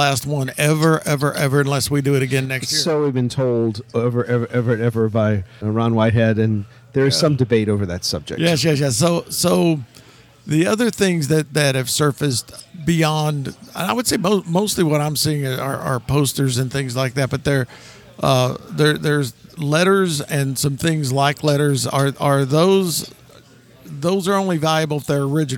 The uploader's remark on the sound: LIVE AT GONZOFEST. Since GonzoFest is at least part swap-meet.